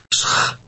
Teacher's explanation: It begins with an S sound, followed by a CH.